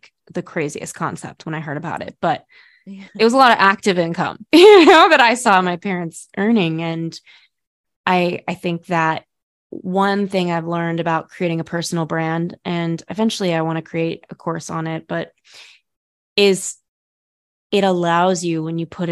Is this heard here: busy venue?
no